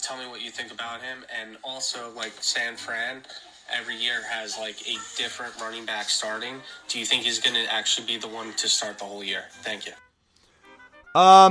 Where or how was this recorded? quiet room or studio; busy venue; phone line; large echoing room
phone line